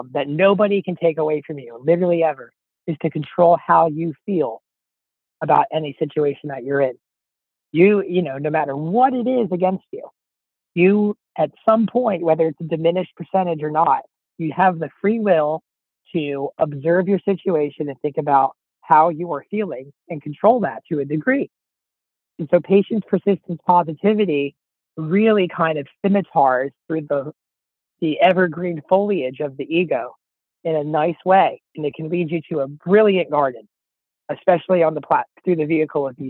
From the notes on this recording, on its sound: In a phone interview.